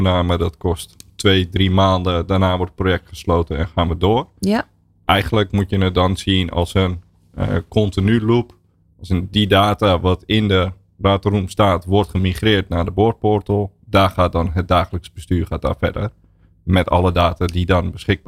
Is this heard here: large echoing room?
no